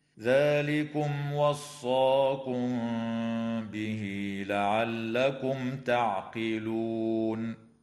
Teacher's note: وأما الميم في كلمة وصاكم فقد وقعت قبل حرف الباء، فحكمها الإخفاء الشفوي مع الغنة.